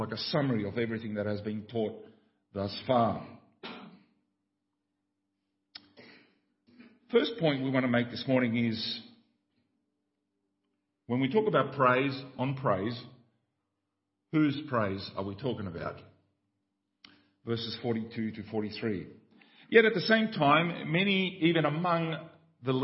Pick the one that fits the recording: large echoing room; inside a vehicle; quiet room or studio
large echoing room